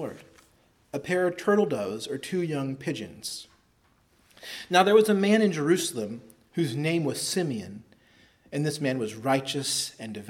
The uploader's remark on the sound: preached at Christ Our Savior Baptist Church on Sunday, December 17, 2023